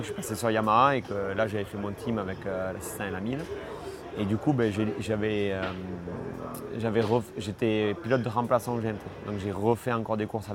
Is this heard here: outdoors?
yes